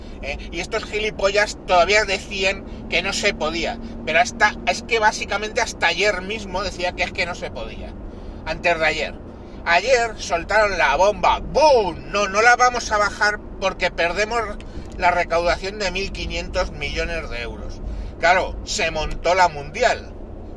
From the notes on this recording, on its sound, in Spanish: Iba conduciendo haciendo un programa sobre las mascarillas y me ha parado la guardia civil y ha quedado todo grabado. Solo se le oye al tipo.